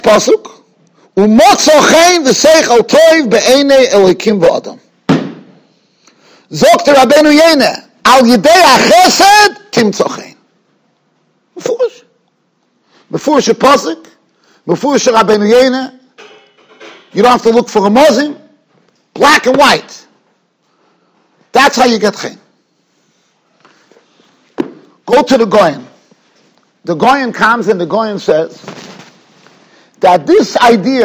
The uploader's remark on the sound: Shiur recorded in Yeshivas Ohr Reuven, Monsey, NY.